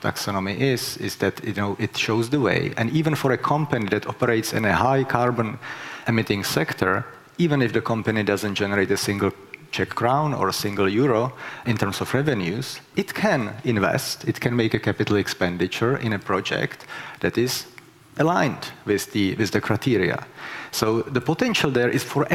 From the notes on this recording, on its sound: was recorded during the second CEE Sustainable Finance Summit in May 2022.